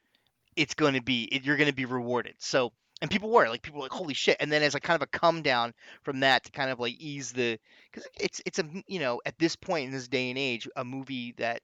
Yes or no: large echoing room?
no